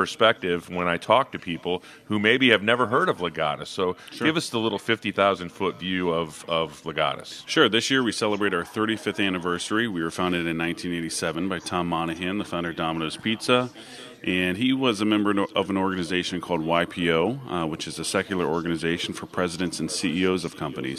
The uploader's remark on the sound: Live from Legatus Summit East 2022